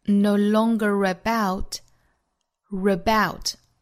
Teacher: longer 和后面的 about 可以做圆圆的连读，带出一个小的 r